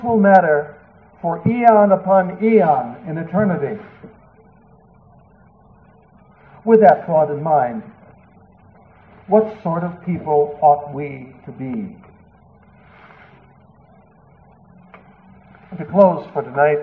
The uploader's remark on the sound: 7PM EF Mass. It was delivered at the evening outdoor Mass - a Solemn High Mass in the Extraordinary Form. The quality of this recording is lower because it was not a direct feed. There is a little more background noise.